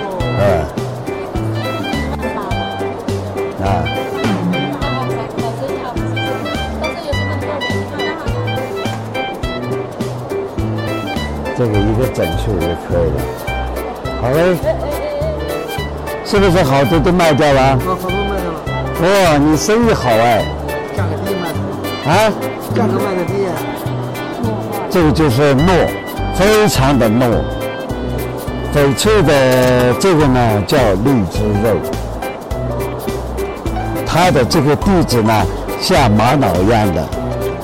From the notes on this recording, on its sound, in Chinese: 亲临亚洲最大石展上，现场教授翡翠淘货技能。